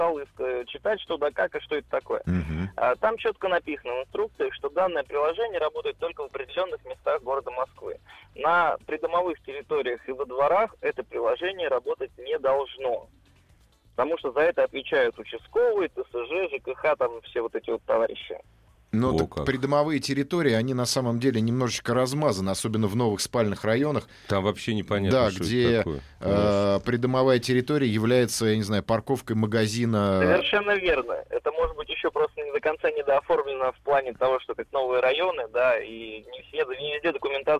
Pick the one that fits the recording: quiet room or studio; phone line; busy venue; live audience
phone line